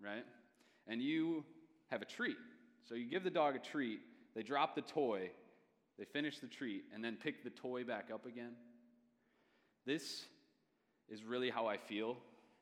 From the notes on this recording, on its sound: Message preached by guest speaker on September 28, 2023 at a Thursday Night Gathering of Coram Deo College Ministry